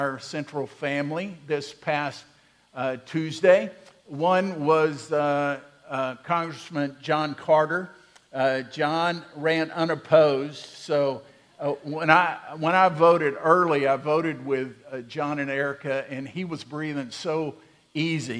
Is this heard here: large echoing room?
yes